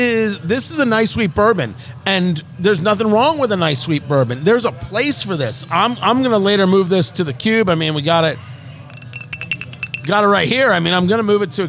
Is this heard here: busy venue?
yes